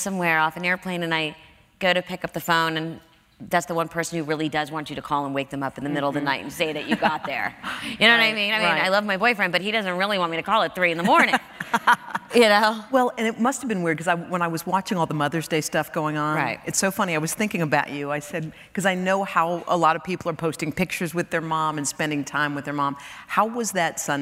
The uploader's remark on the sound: Recorded on May 12, 2015 at New York's 92nd Street Y.